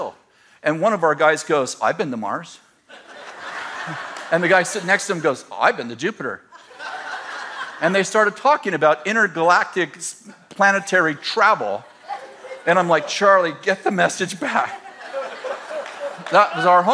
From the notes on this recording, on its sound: In this throwback message from December 12th, 2017 at Bethel Church in Redding CA.